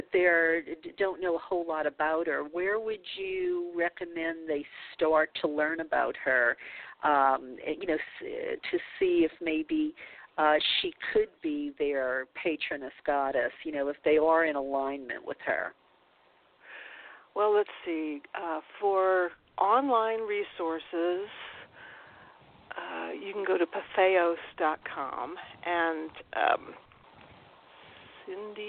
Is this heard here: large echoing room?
no